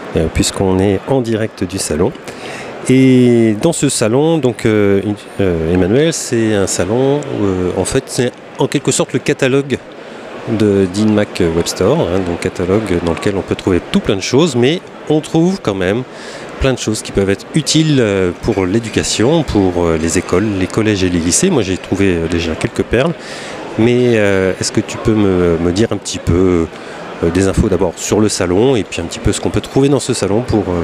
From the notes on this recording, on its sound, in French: J'improvise un épisode au salon InMacweb Store. Ambiance salon (bruit de fond).